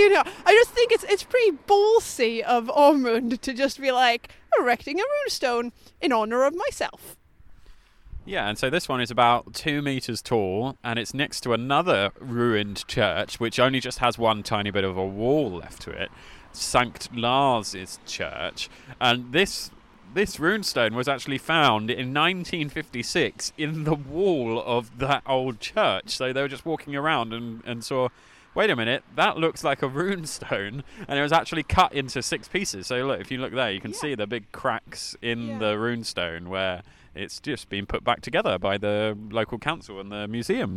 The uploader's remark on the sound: Sigtuna - Sweden's Oldest Town. Listen to us explore the runestones, church ruins and Sweden's oldest main street, in our second on-location recording. Unfortunately, it also has some not very podcast-friendly ducks!